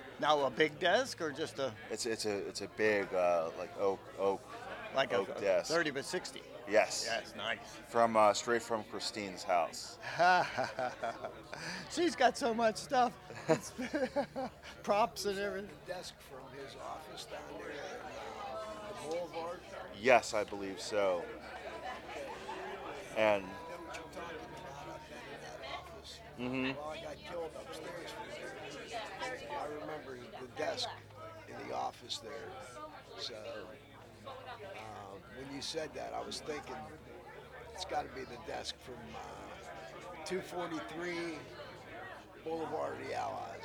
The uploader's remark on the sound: Live from Pittsburgh's Horror Realm Con 2020.